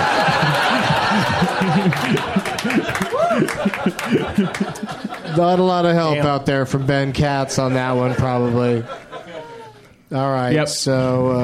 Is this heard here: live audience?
yes